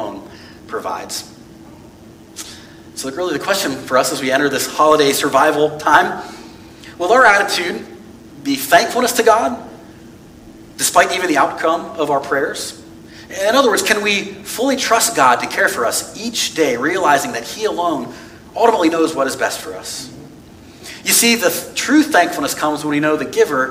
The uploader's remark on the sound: This message was preached on November 27, 2022 at FIVE39 Church.